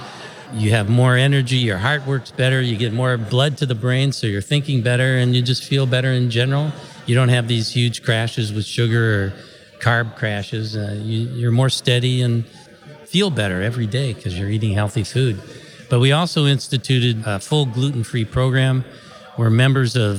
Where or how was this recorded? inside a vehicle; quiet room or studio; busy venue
busy venue